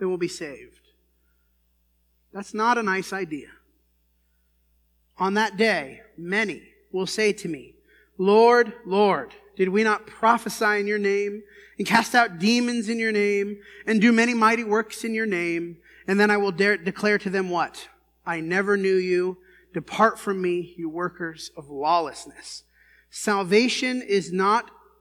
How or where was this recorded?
large echoing room